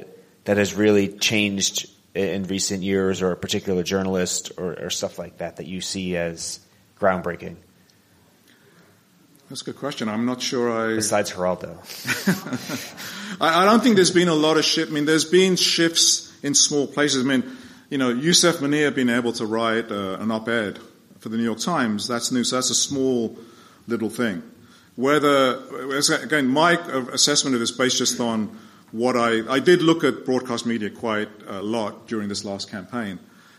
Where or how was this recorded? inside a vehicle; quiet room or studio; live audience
live audience